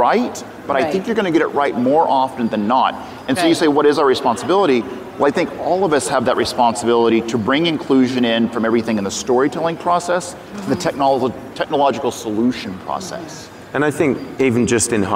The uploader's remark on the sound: 2019 #NABShow Live